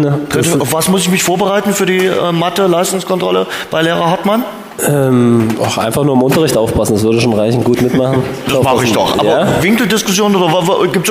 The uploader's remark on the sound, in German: Der Live-Talk aus dem Alten Schlachthof Die dritte Live-Ausgabe unseres Dynamo-Podcasts "Schwarz-Gelb" bot einen Abend voller Einblicke und spannender Gespräche.